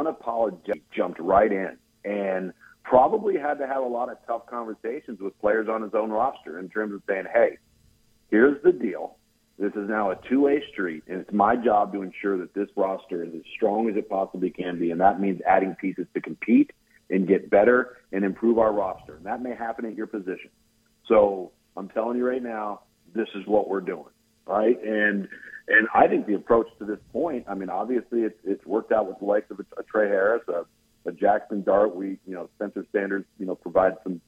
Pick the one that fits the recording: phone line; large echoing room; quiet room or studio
phone line